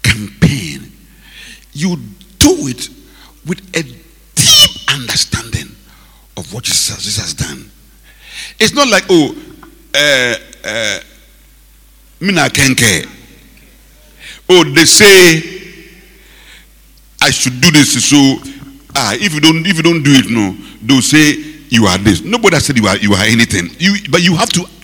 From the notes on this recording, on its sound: Preached at the Rose of Sharon Cathedral, Catch the Anointing Centre, LA - Accra. Preached at the Rose of Sharon Cathedral, Catch the Anointing Centre, LA - Accra.